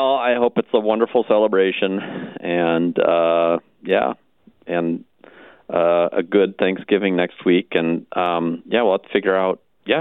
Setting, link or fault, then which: link, phone line